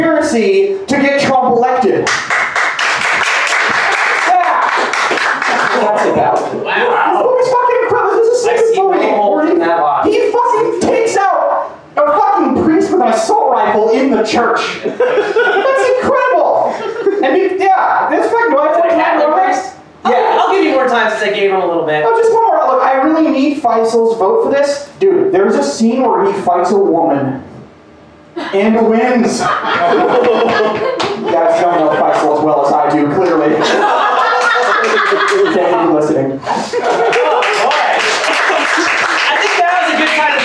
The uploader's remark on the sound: The debate was recorded live this past summer. "Kangaroo Court" show in NYC.